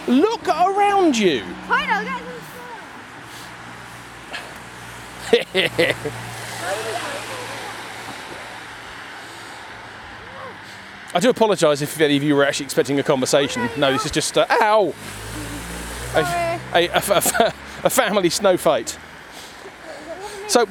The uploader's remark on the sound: you join us on our way to record some videos for church, whilst partaking in a snowball fight of sorts